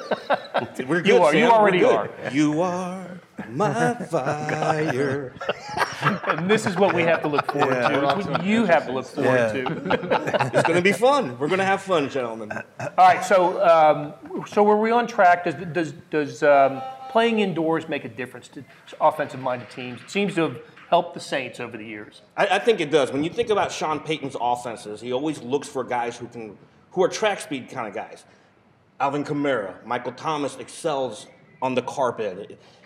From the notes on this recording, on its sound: This episode was originally recorded as a Facebook Live video at Big O Tires in Blue Springs.